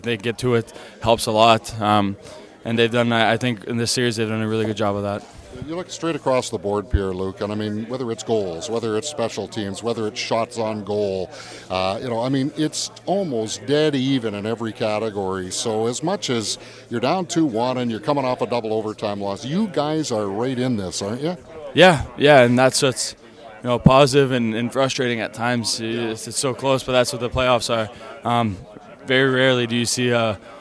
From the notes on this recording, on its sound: Live from Canada Life Centre, ahead of Game 4 between the Jets and the Golden Knights.